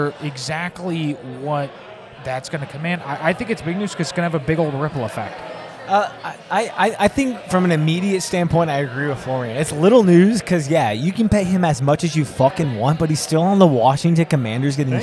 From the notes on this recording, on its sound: Recording the show at Middle James Brewery.